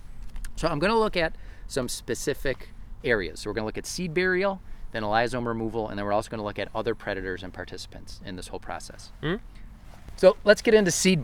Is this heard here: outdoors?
yes